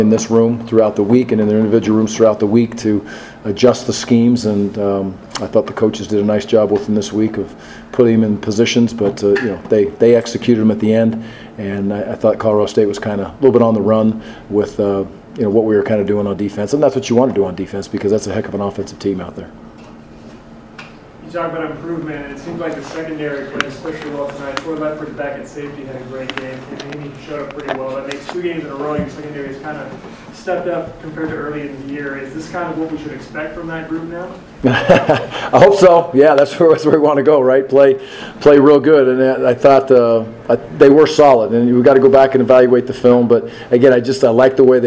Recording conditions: busy venue